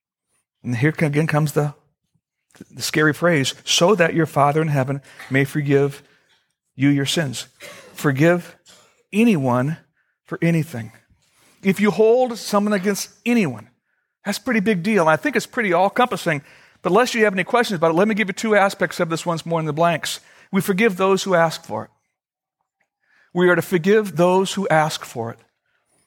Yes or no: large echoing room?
yes